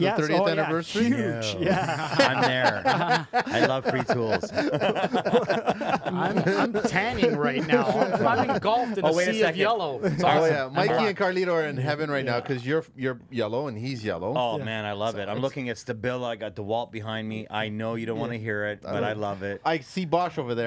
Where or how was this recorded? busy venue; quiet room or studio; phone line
busy venue